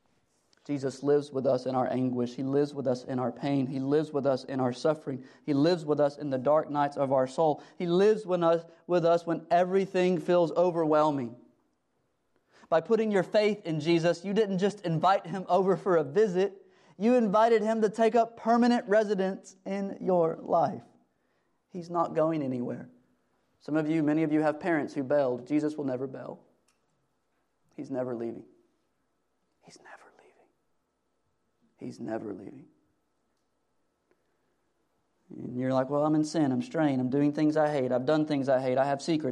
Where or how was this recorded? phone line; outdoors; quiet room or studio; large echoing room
large echoing room